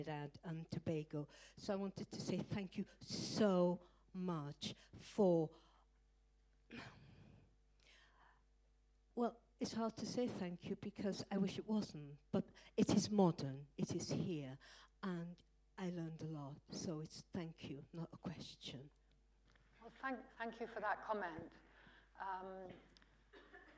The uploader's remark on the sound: UCL Lunch Hour Lecture